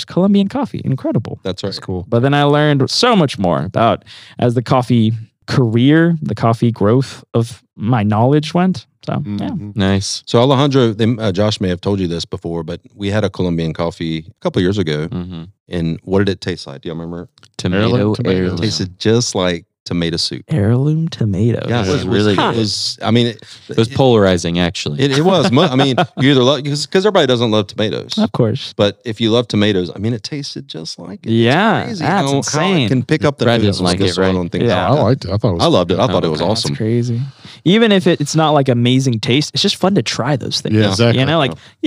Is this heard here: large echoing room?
no